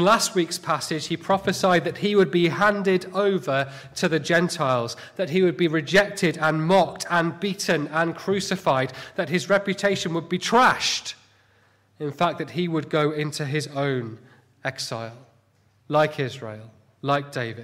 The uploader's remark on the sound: Sunday morning sermon